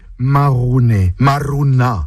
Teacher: Et si je dis marouné, marouna, c'est la même chose. Dans le mot, le R roulé nous montre une personne qui râle aussi, qui bougonne.